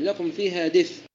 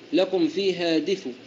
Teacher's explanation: نقف بفاء مضمومة ضمة صغيرة · Shown in: second take · Term: الروم